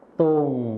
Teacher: ส่วนคำว่าตรงในภาษาถิ่นอีสานจะไม่มีรอเรือนั่นเองค่ะ